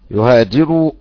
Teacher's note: رقق الأزرق الراء بالخلاف لأنها مضمومة